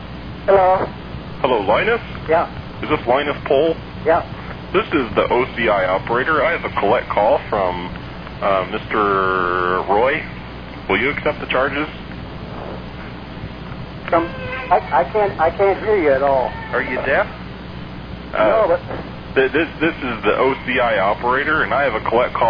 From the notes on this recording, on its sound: Personal Prank Phone Calls Collection